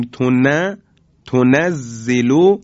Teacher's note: به عنوان مثال نون یا میم متحرک در کلمه تنزلو، وقتی میگیم تنه، این نون که مفتوح هست در حقیقت حد اقل قنه رو داره، یعنی نون مفتوحه. تنزلو که خود به خود زمانی که ما میگیم تنه تنزلو، این قنه در کلمه هست، ولی حد اقل به اصطلاح قنه رو ما در کلمه تنزلو داریم.